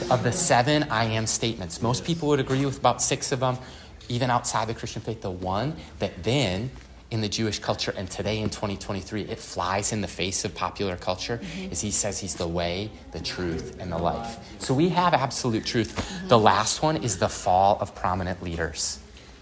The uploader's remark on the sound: LIVE FROM CMN. At the 2023 CMN Conference in Houston, Texas.